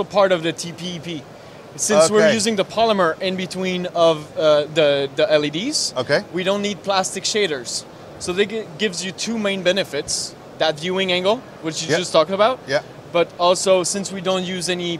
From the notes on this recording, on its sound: At IBC 2022 we speak